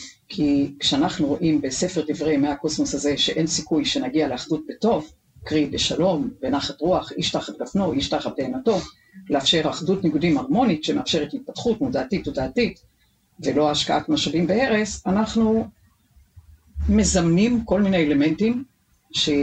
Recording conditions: poor sound quality